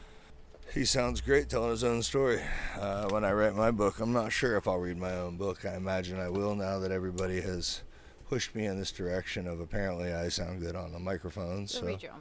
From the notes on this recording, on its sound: This week we recorded while #vanlife-ing it in the beautiful town of Tarpon Springs on the West Coast of Florida.